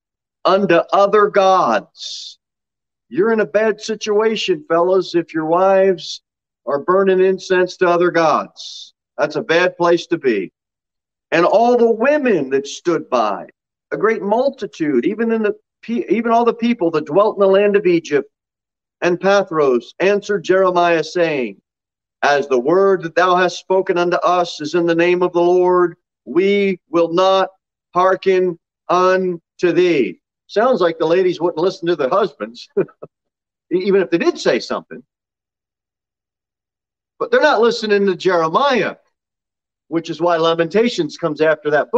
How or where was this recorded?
large echoing room